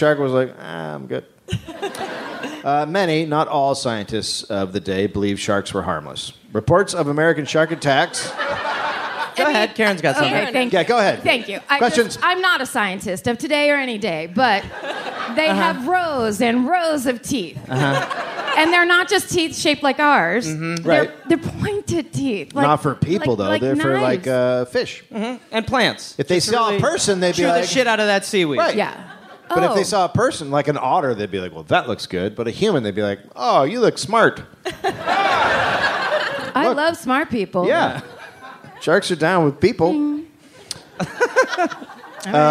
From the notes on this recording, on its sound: Live from the Los Angeles Podcast Festival.